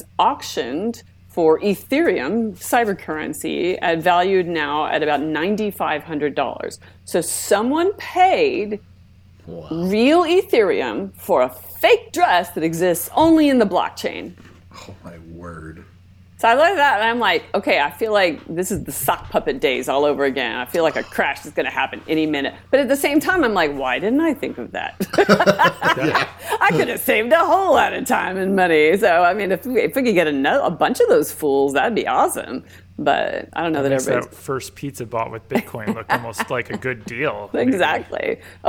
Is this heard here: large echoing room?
no